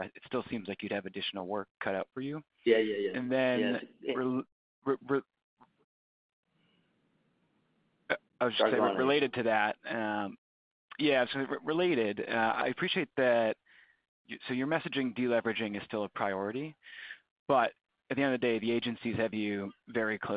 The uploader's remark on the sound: Q2 2023 Earnings Conference Call.